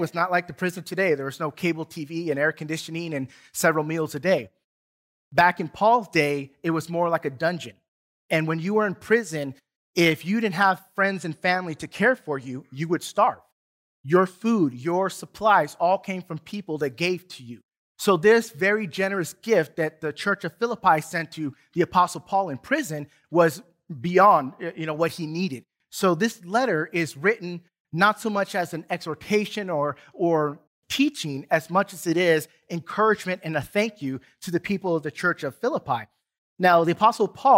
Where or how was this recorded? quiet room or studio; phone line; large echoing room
large echoing room